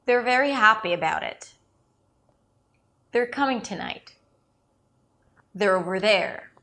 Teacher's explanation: They are and there are. The first thing you need to remember is that the word are reduces into er. And when a function word, it's a function word, reduces, we connect it to whatever comes before or after, okay?